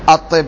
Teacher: الطاء حرف شمسي، هل نطقت باللام؟ لا